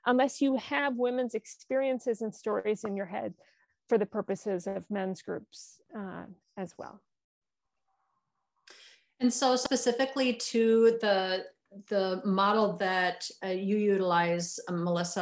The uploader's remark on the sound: Recorded live via Zoom